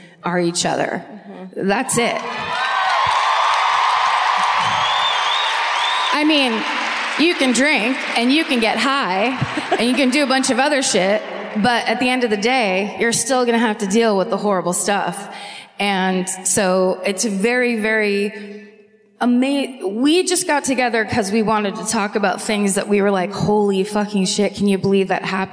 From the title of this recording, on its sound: Live at the Fox Theatre in Detroit, MI (2019)